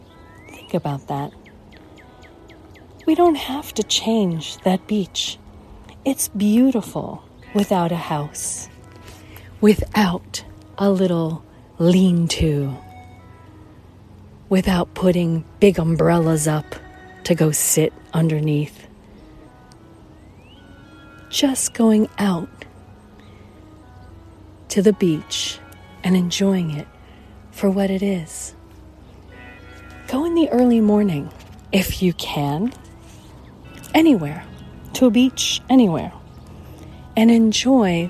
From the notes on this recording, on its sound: Walk and Talk